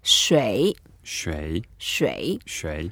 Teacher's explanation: It's the third tone, so we make sure we go down and then go up.